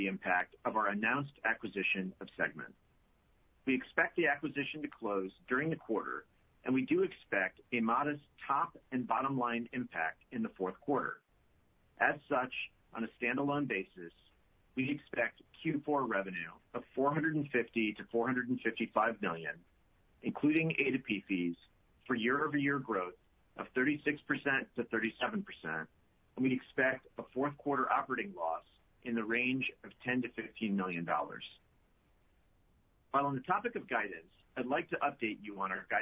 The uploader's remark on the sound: Earnings Conference Call